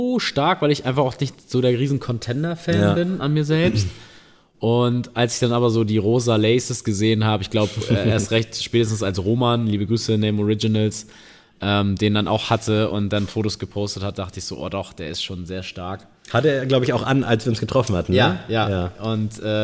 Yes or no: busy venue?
yes